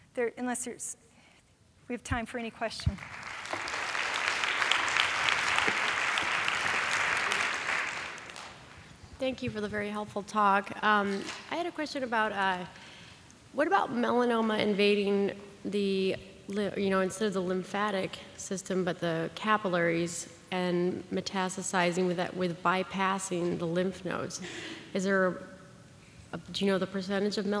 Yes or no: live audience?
yes